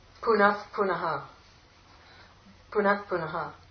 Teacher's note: the repha changes to Visarga when followed by a hard consonant or nothing, means it ends the sentence.